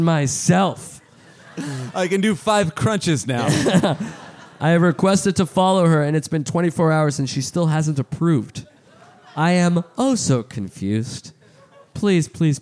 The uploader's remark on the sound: Live in Austin, TX! Live from SxSW.